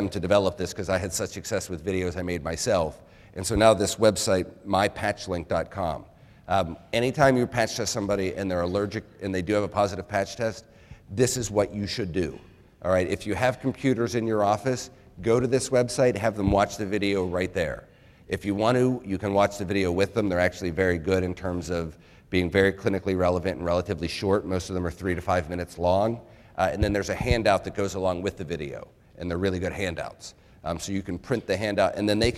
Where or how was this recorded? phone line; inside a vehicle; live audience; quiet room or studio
live audience